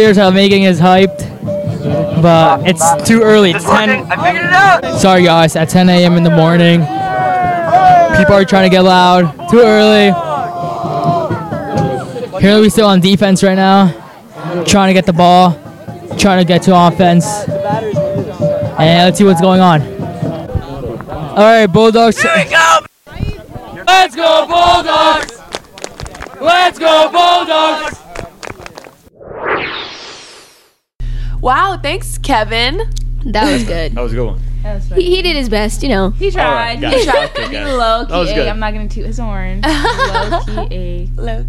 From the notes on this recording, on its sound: A special holiday treat of sounds and reactions from our very own Bunnell High School Dawg Pound, along with some cameos from this past Thanksgiving Rivalry game!